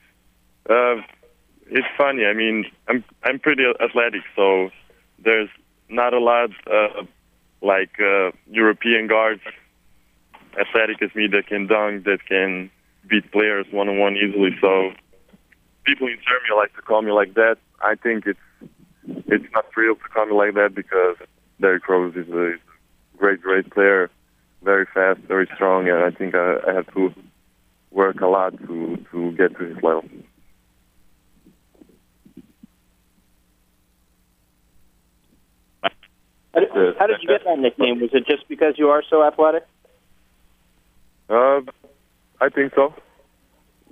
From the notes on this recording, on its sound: conference call